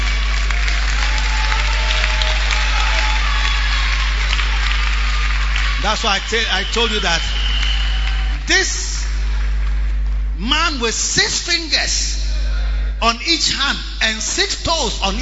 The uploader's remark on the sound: Preached at the Lighthouse Chapel Int. King Of Kings Cathedral, Achimota.